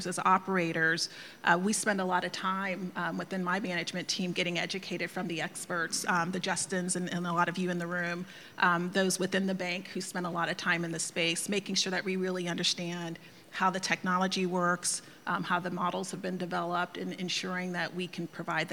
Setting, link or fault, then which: setting, busy venue